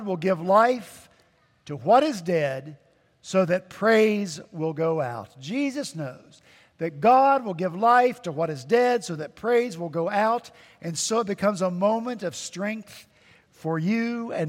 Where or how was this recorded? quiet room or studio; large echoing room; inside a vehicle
large echoing room